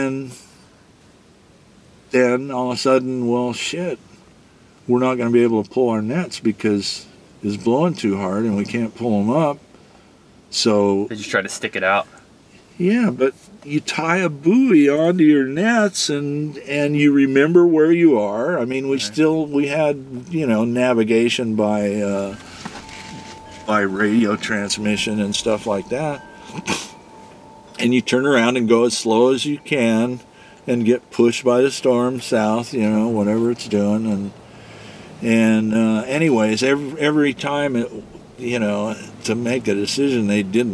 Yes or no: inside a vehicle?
yes